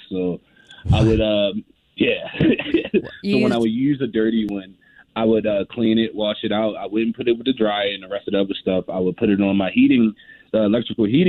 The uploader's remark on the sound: The caller on the phone has Dirty Little Secret that she's been hiding for years.